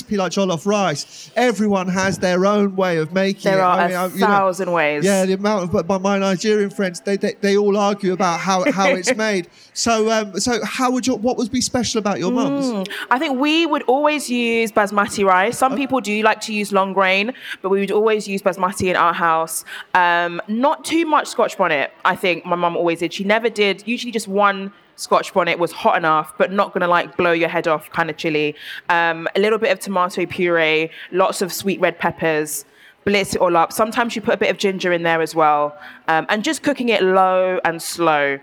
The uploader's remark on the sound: Recorded at the BBC Good Food Show